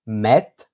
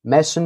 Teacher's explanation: das mittelhochdeutsche I wurde im Siebenbürger-Sächsischen wie in allen moselfränkischen Mundarten vielfach als Ä gesprochen